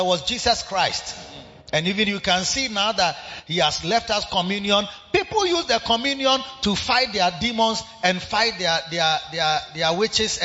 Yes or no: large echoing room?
yes